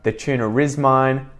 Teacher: when a word ends with an R or vowel sound and the next word after it starts with another vowel, we insert the intrusive R to link the words together